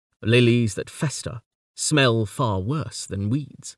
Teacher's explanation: The even tone of the regular for sweetest is transformed by the force of the trochaic inversion, which makes the beat on the first syllable of lilies so emphatic